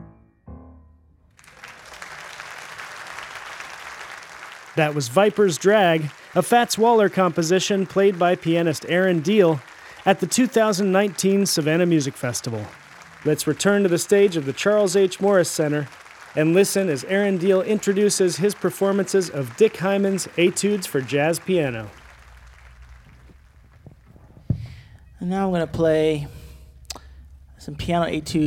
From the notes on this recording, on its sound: In this recording we hear highlights from his solo performance in our 2019 festival.